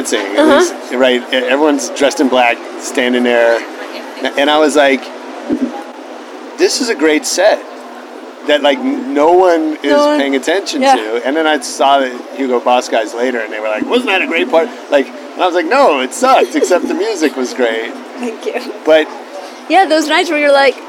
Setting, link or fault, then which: setting, outdoors